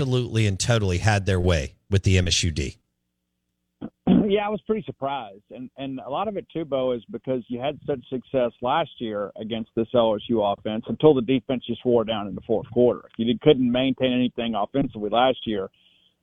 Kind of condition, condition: link, phone line